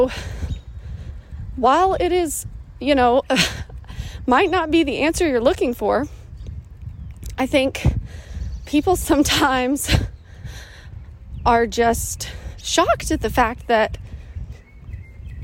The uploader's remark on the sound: I was on a walk and decided on a whim to record my answer in podcast form. Ignore the birds chirping in the background, my huffing and puffing and any other distracting noises that you don’t normally hear.